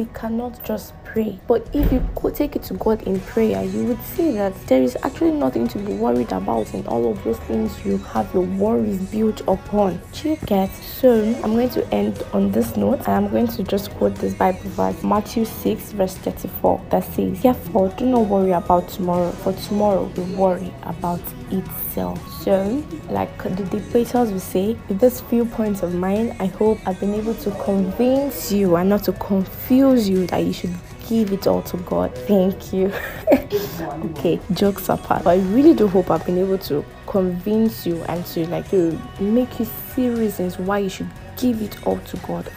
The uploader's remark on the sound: Sorry for the background noise, couldn’t remove it while editing.